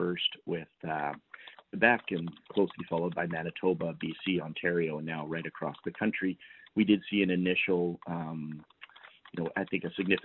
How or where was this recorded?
phone line